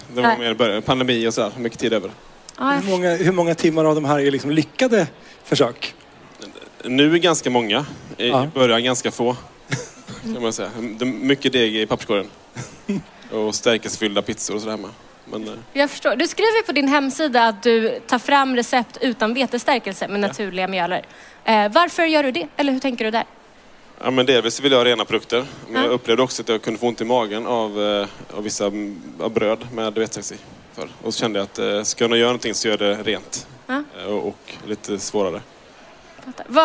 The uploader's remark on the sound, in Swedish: poddar live från Mat för livet-mässan!